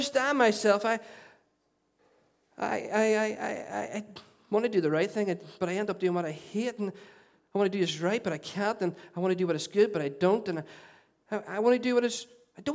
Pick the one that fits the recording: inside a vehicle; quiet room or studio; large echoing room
large echoing room